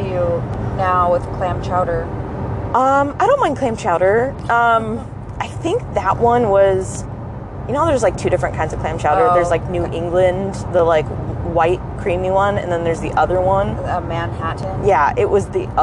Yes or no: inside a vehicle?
yes